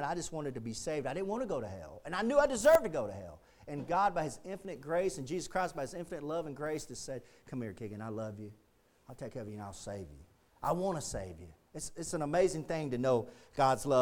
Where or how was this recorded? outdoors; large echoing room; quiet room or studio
large echoing room